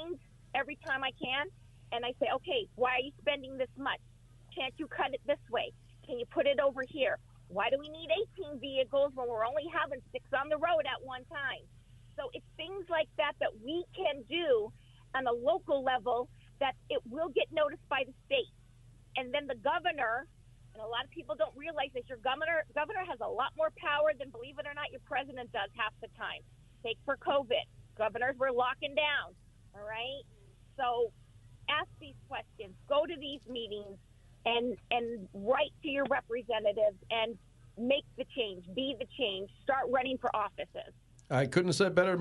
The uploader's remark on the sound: talks to a first time caller